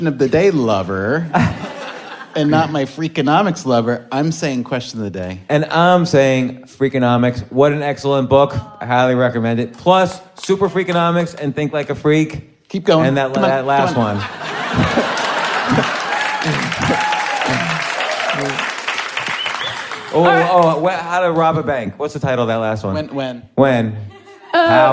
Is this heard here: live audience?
yes